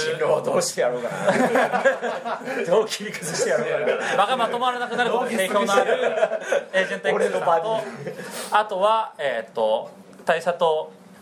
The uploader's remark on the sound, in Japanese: 第34回は初の公開収録！トークイベント「ボっぱいサミット2011」にて行われた収録のため、MC4名、お客様多数という大変騒々しい……もといライブ感あふれる内容でお送りします！